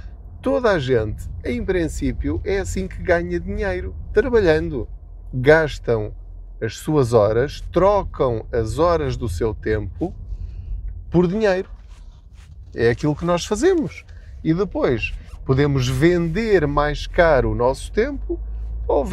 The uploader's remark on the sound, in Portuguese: Não ligue aos barulhos da viagem.